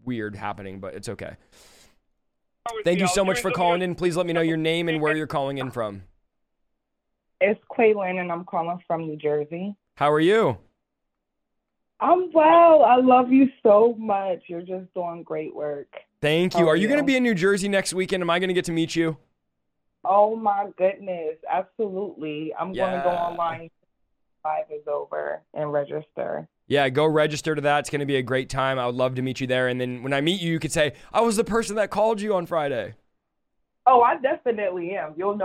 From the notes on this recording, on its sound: A live stream where everyone calls in live and ask questions!